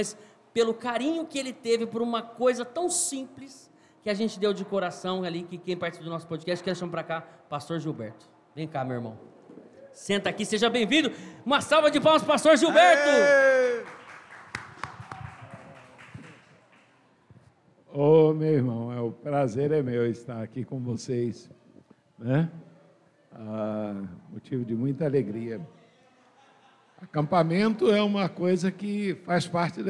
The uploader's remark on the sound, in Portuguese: Documentário - Acampamento 2024. Acampamento 2024 da IPB de Rio Preto. Uma gravação (documentário) fora do estúdio e dentro do ambiente de acampamento da chácara da Igreja Presbiteriana de São José do Rio Preto-SP. Foi uma experiência muito edificante, nova e interessante tendo vários participantes convidados e pessoas diretamente envolvidas na organização do acampamento-2024.